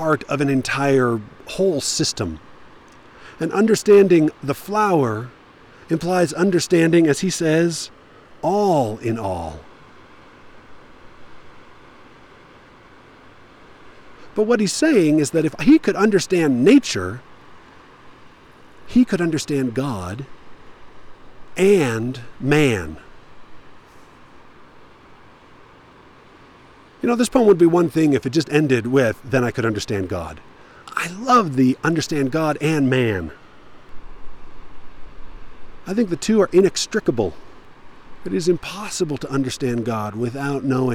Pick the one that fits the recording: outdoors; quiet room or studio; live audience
outdoors